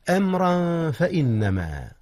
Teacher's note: أخفي التنوين قبل الفاء، إذ هي من أحرف الإخفاء